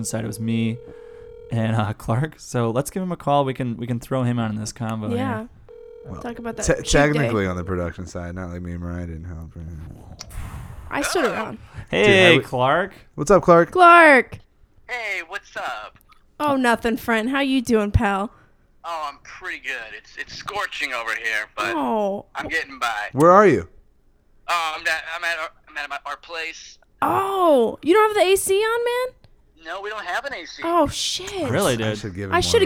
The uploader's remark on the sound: joins them, by phone